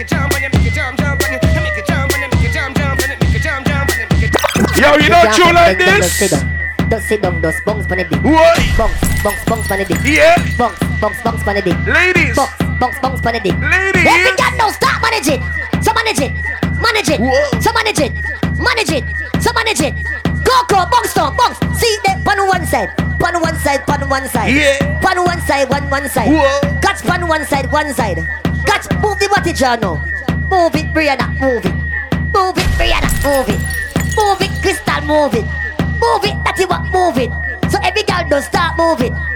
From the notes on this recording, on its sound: LIVE AUDIO FROM FREE SOCA PARTY